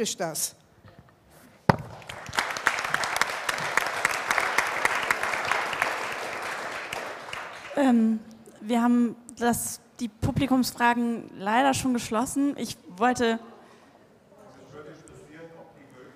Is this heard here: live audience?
yes